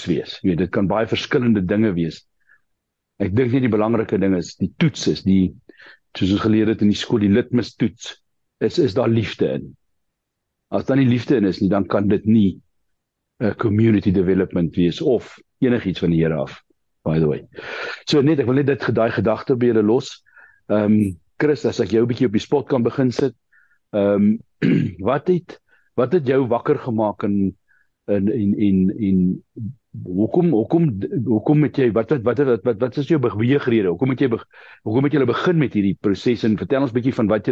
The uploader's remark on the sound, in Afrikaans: Die Transformasie Tafel Zoom Byeenkoms 6 Julie 2023